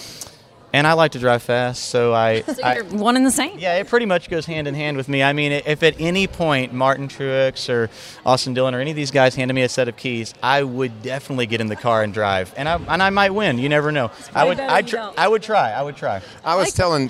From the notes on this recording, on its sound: From the NASCAR Awards red carpet. Live from the red carpet in Nashville!